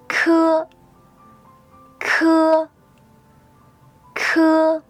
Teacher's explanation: Notice that when you pronounce this sound, there will be air coming out of your mouth.